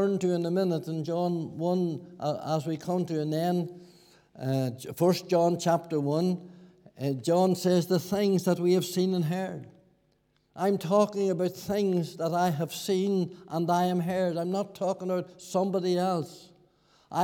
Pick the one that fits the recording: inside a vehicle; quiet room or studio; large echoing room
large echoing room